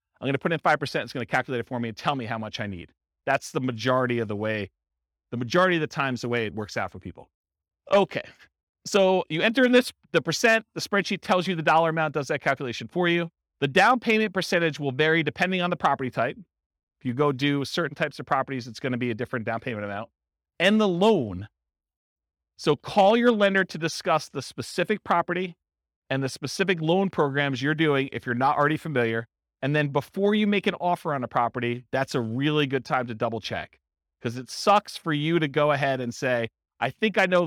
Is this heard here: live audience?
yes